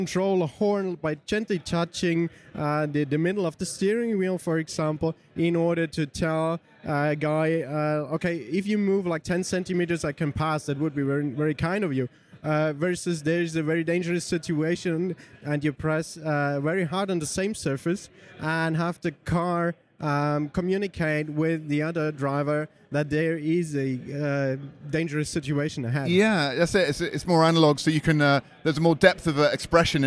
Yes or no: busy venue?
yes